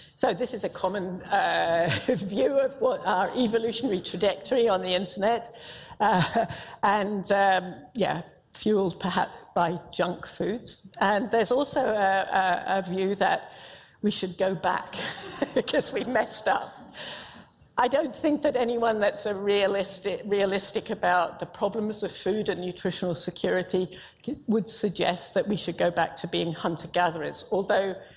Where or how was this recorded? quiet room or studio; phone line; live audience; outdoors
live audience